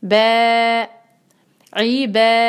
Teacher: بادہ میں با پہ فتحہ اور اس کو ہم دو حرکہ کھینچیں گے